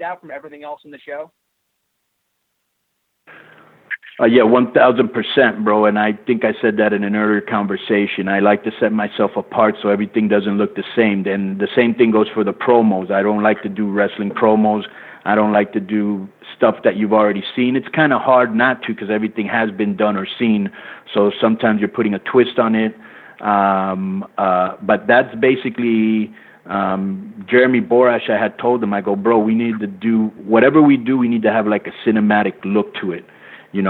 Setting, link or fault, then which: link, phone line